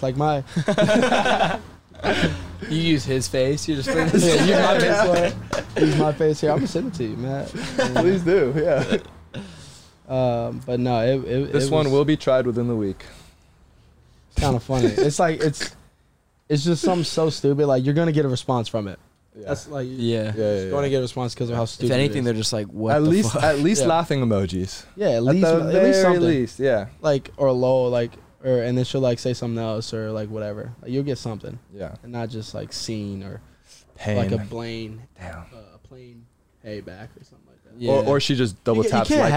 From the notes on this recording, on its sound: in the truck after practice